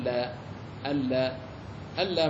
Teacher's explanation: نون ساكن وجاءت بعده اللام فهو إدغام بلا غنة